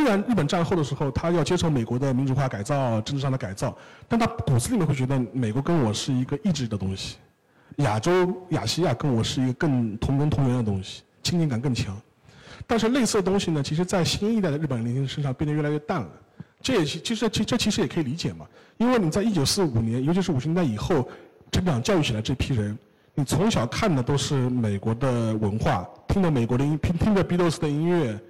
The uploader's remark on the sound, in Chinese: 在杭州单向空间举办的《昭和风，平成雨》分享活动的现场录音